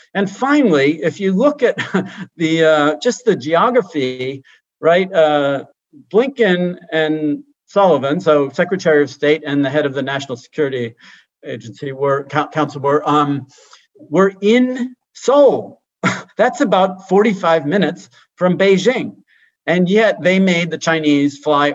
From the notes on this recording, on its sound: RECORDED: Monday, March 22, 2021 via video conference